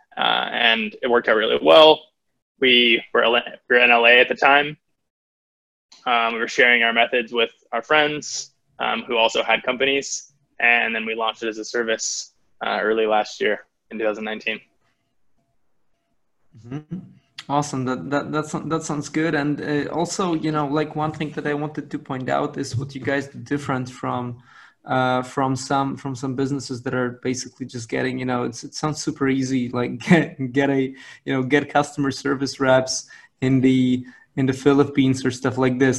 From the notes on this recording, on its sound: on the live webinar